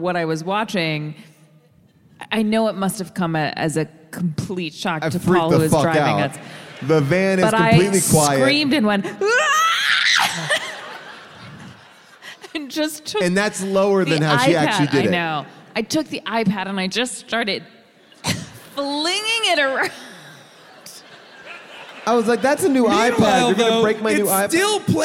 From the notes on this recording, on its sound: Recorded live from Durham, North Carolina